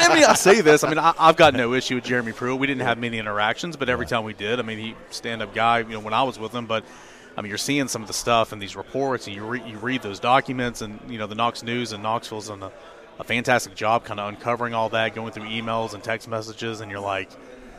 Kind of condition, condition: setting, busy venue